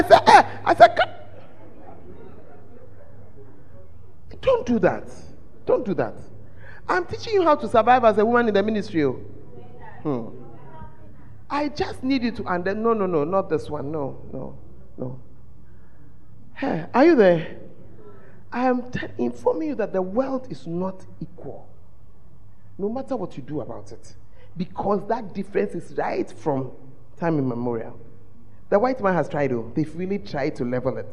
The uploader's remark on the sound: at The Fountain of Life Cathedral, Women In Ministry Conference 2023